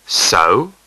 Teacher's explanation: A dipping tone,As when irritably saying, so? Fourth tone, a downward tone, as when adamantly saying, no. · Term: Third tone